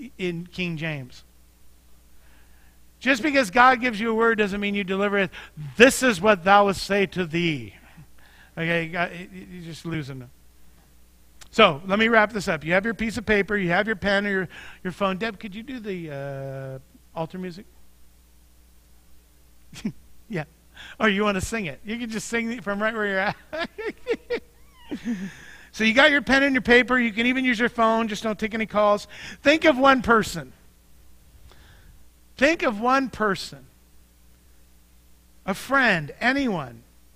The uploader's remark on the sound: Mt. Zion Church Live!